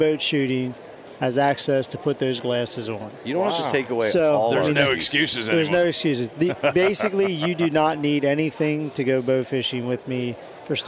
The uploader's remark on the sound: Live from the Great American Outdoor Show 2019